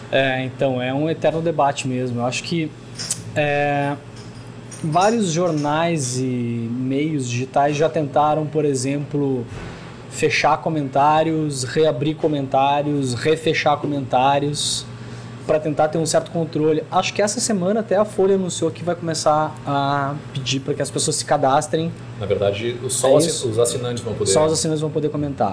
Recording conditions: busy venue